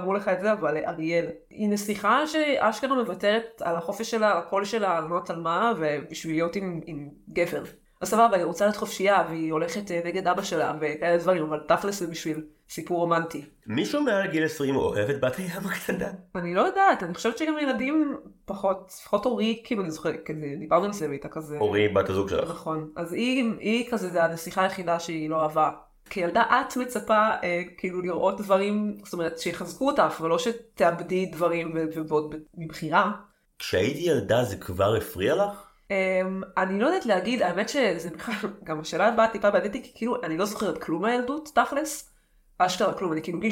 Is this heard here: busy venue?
no